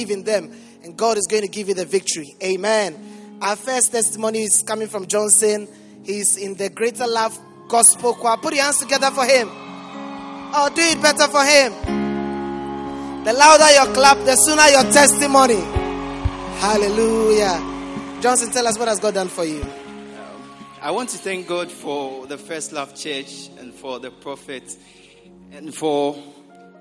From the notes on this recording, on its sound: Preached at the Prophetic Encounter Service.